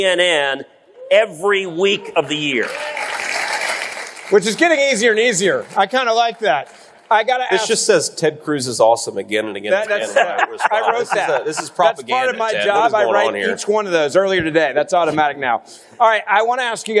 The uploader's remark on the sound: Live at CPAC